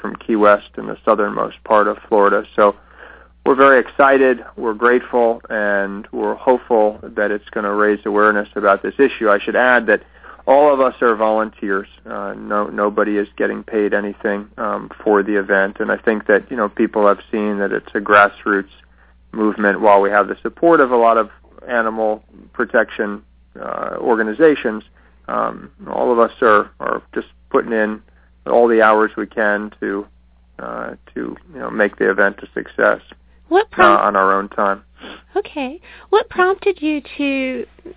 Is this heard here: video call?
no